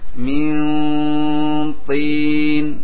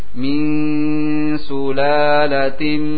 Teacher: antum dorong suara ke atas langsung, langit-langit, agar terjadi isti'la dan juga itbaq, penyempitan ruang gerak, ruang suara antara langit-langit dengan lidah. · Shown in: first take